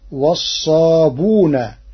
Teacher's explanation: قرأ ورش كلمة والصابئون بضم الباء وحذف الهمز، فتصير عنده والصابون تخفيفا وتسهيلا.